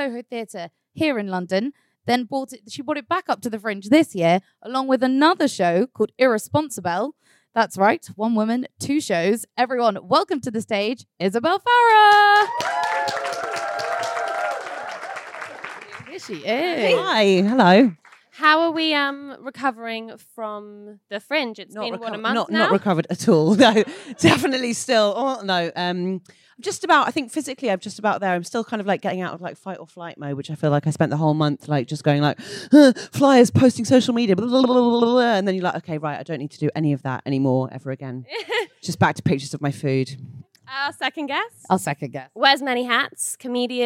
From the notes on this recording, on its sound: Coming to you from the London Podcast Festival: The Guilty Feminist presents Media Storm’s debut show, live from King’s Place!